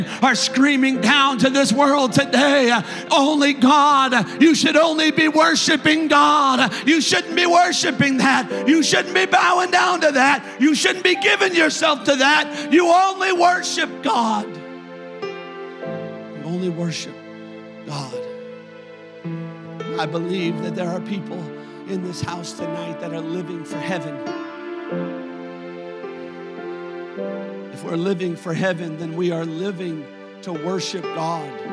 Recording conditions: large echoing room